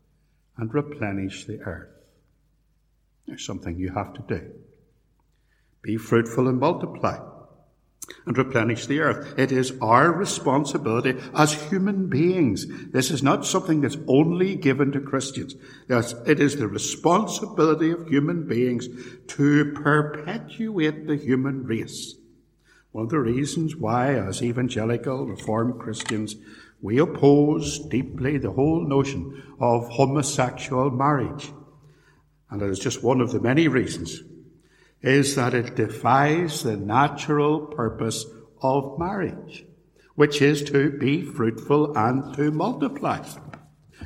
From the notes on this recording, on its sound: A sermon preached in 2017, at Templepatrick Reformed Church.